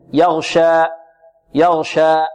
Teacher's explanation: وهذه الألف نقف عليها بمقدار حركتين